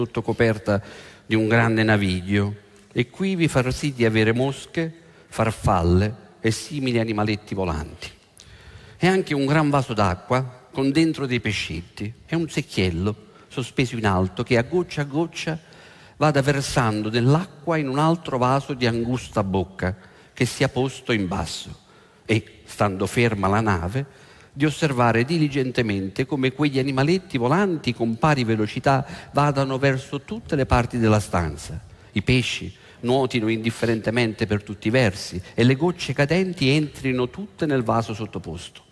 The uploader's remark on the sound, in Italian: Registrato presso l'Auditorium di Roma il 15/03/08